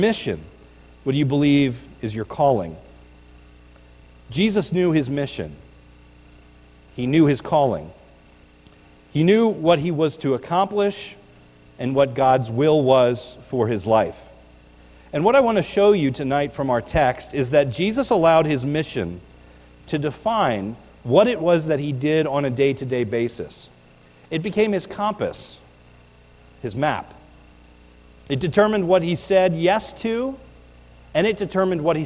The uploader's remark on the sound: This is a recording of the New Year’s Eve Service at the Lebanon Bible Fellowship Church in Lebanon, PA on 1/31/19